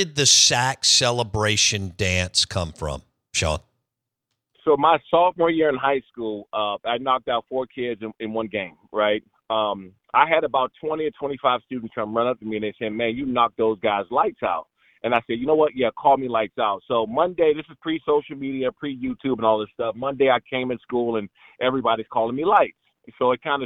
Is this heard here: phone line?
yes